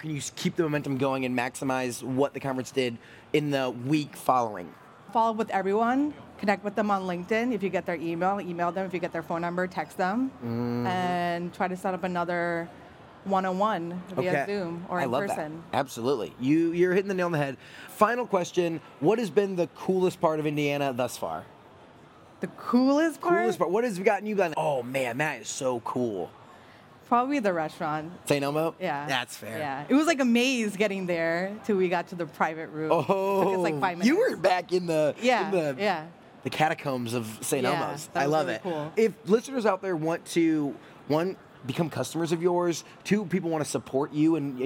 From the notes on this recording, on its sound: This conversation took place at Rally, the Largest Global Cross-Sector Innovation Conference.